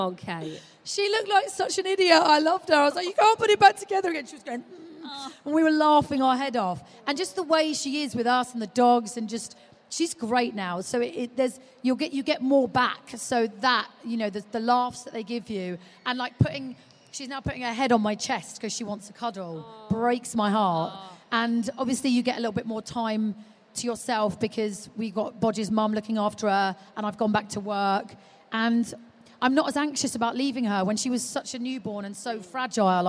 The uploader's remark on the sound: live from the Baby Show